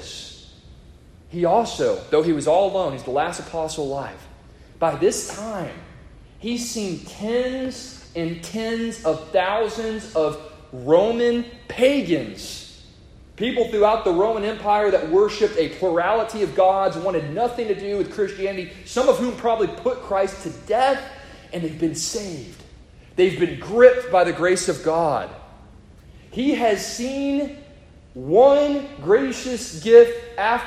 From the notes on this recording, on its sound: A sermon preached to the congregation of Lifeway Baptist Church -Edna, Texas.